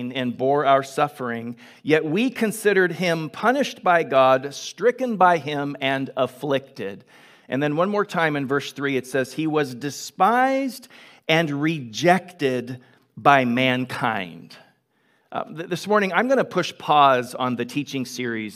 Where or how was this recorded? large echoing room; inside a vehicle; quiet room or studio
large echoing room